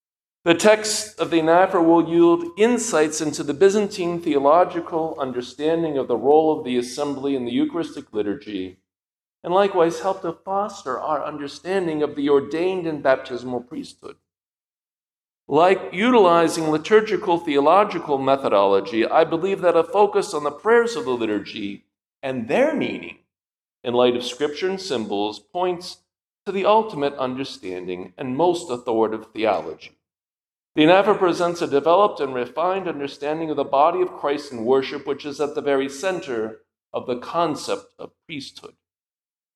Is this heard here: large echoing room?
yes